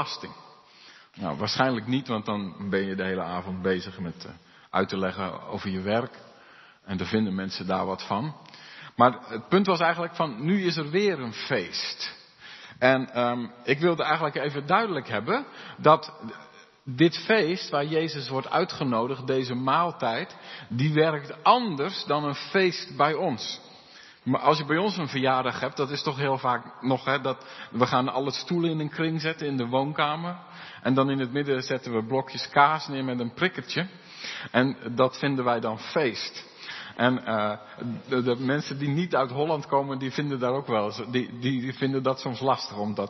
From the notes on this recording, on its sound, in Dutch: De preek is op 12 februari 2023 opgenomen in De Hoeksteen te Haren